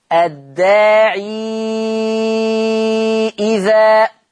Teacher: طب ولما هيوصل هيحط ياء فلما يحط ياء ورش بقت ياء مد ووراها همزة فتبقى مد منفصل ست حركات